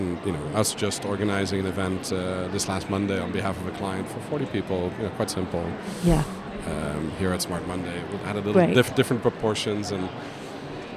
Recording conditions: busy venue